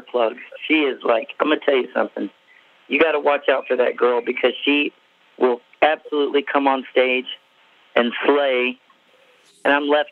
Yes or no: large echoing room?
no